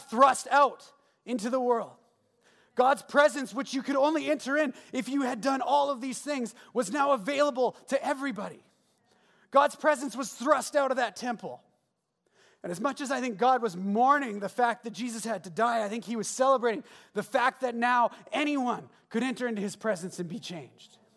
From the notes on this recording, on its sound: at the Resurgence Edmonton Gathering on Saturday, February 9, hosted at Ellerslie Road Baptist Church